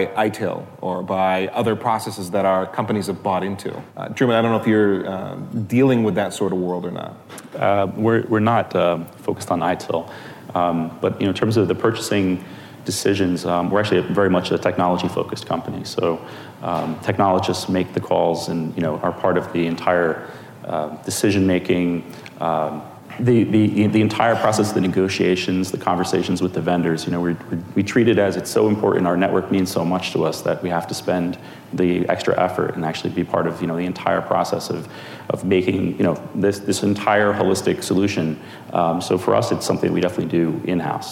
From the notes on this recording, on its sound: Was recorded live at the Future:Net 2017 conference.